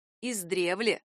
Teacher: наречие «издревле» произносится с ударением на второй слог — «издревле».